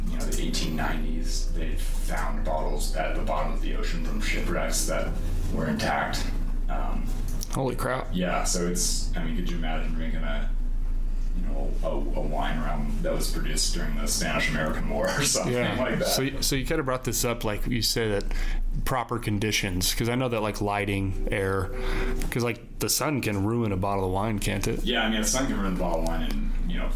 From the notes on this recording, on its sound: there were technical issues recording but we liked the interview so much that we decided to post it anyways despite the poor sound quality and background noise